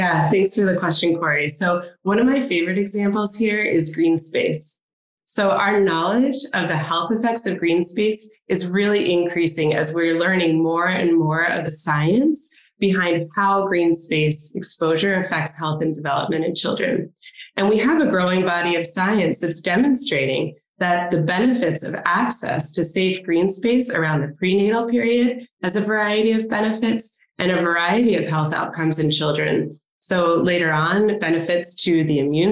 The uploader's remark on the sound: In June, we hosted a webinar